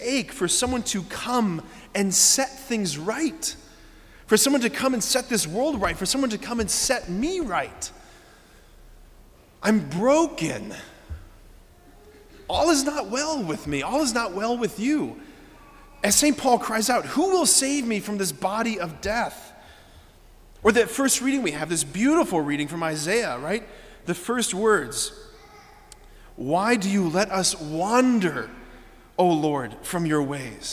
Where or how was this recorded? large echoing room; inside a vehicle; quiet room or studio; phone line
large echoing room